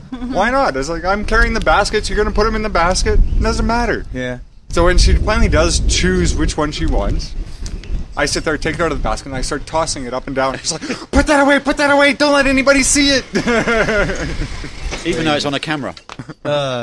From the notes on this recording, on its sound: This episode was recorded from The Store in Baijiao Town, of the Doumen District in Zhuhai.